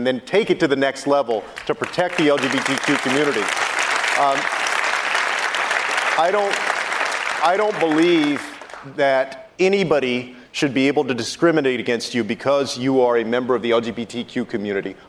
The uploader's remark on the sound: answers questions during a live town hall